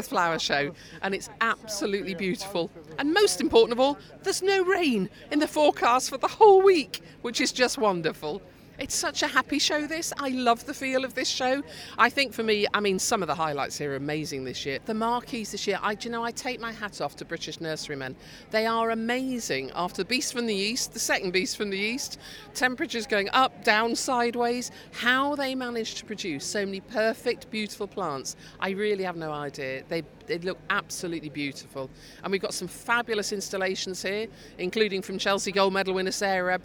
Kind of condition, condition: setting, busy venue